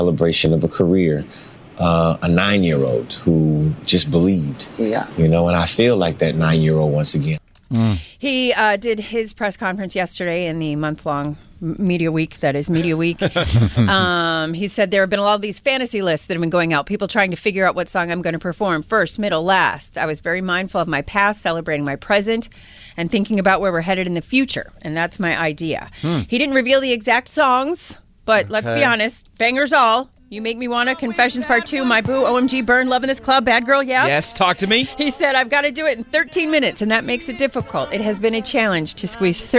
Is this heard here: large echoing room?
no